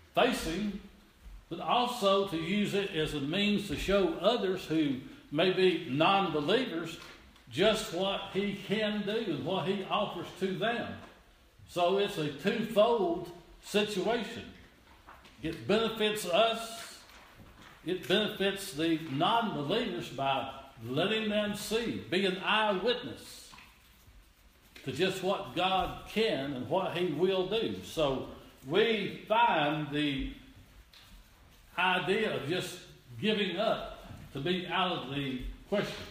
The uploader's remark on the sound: This is an audio reording of the sunday service at Persia united methodist church at Rogersville, TN